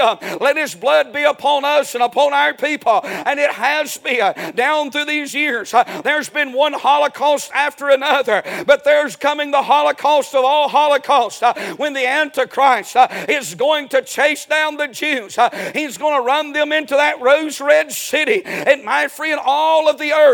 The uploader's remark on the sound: A sermon preached Sunday Evening